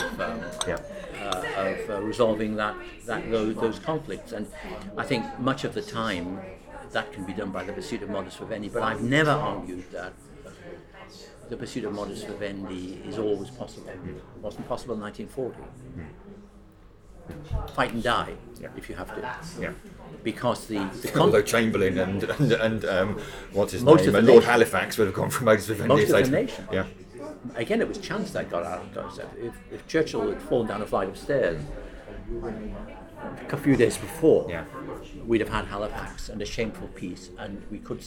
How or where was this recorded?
busy venue